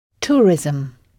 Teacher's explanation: on entend une syllabe de plus qu'en français, puisque la terminaison ISM se prononce ism